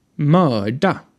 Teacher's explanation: Dann gehen diese beiden individuellen Laute eine Verbindung ein. Das R beeinflusst also lautlich den folgenden Konsonanten und die Zunge drückt sich an den Gaumen. · Term: retroflexen Laut